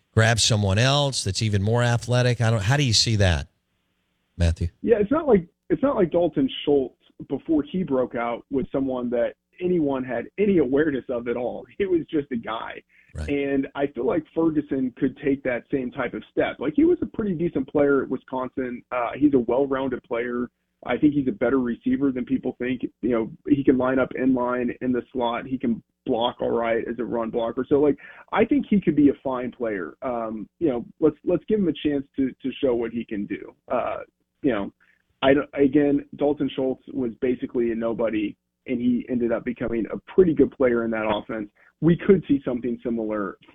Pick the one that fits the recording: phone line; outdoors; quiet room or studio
phone line